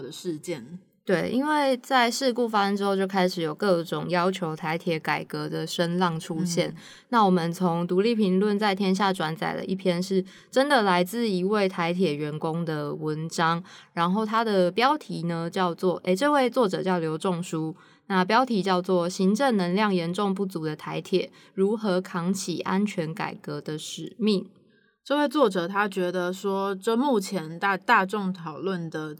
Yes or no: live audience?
no